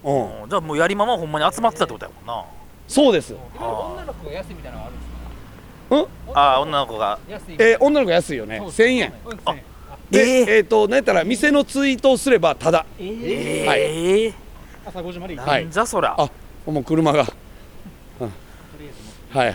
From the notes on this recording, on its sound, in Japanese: 調査のあと、錦糸町の街を歩きながら収録したトークです。